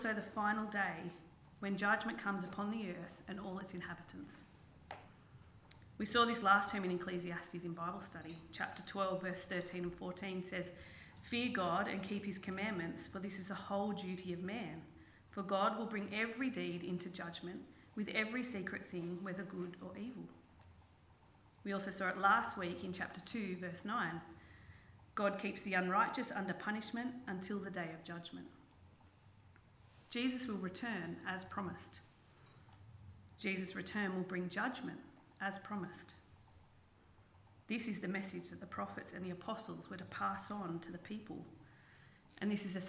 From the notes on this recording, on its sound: This sermon was preached on the 26/09/23 at Helensburgh and Stanwell Park Anglican Church.